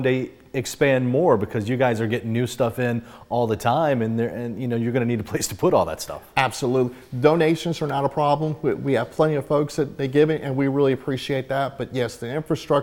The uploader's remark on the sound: visits the North Carolina Baseball Museum in Wilson